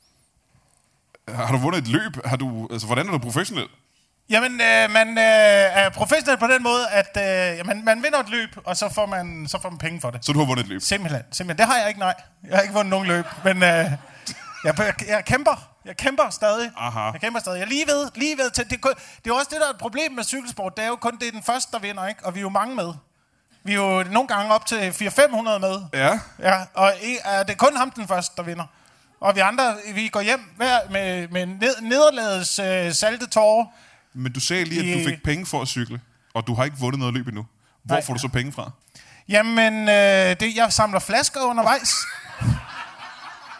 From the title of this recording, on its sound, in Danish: LIVE fra Greve